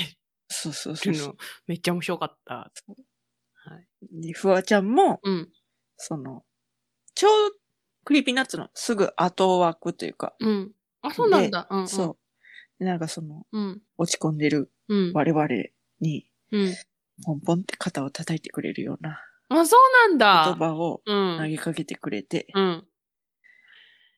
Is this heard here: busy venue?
no